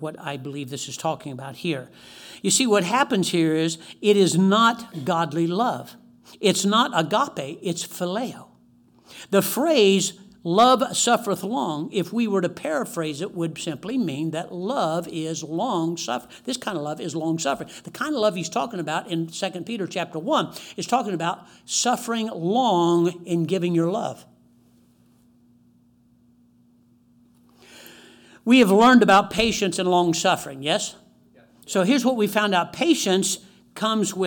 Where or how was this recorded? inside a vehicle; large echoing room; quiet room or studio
large echoing room